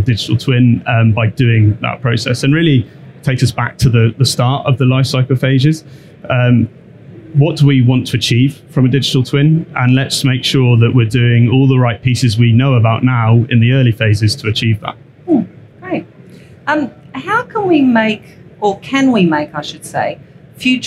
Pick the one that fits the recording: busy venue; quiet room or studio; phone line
busy venue